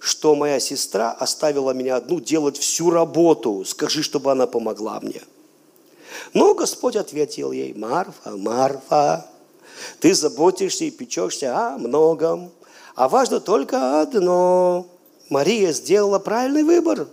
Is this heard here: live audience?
yes